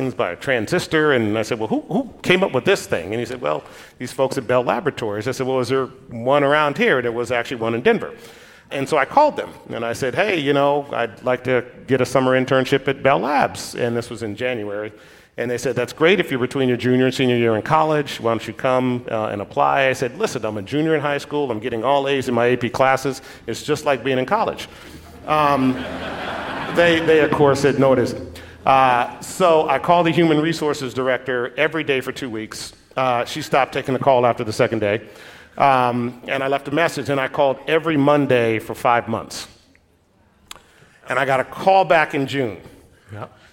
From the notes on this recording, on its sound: LIVE! Recorded live at Summit LA.